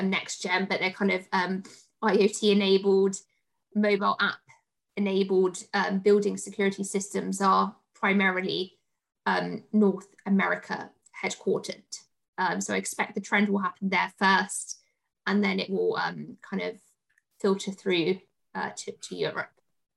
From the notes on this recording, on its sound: In our live Q&amp;A we answer the audience's questions on the topic. Live Webinar. In our live Q&A we answer the audience's questions on the topic.